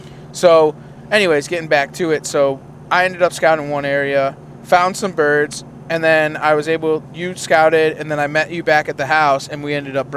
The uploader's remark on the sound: We are in the truck driving home from roosting birds at night.